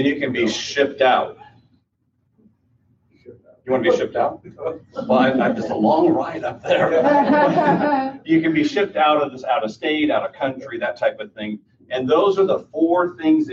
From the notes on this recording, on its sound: This podcast features a recording from a seminar. Answers questions from the audience in this recording.